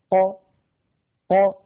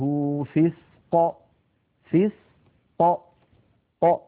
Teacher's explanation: فعند سكون القاف بدلا من أن تخرج القاف بتصادم طرفي المخرج هكذا أق، بدلا من ذلك تخرج هكذا ق ق بتباعد الطرفين. مثلا نقول فإنه فسق فسق ق، فطرفا المخرج يبتعدان عن بعضهما. · Term: صفة القلقلة